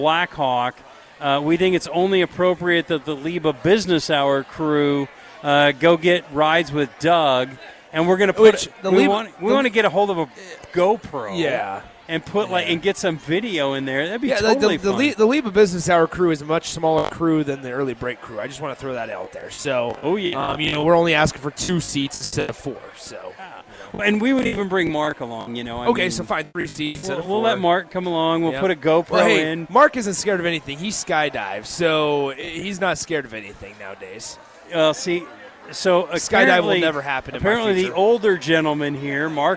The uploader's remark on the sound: LIVE from Lincoln Airshow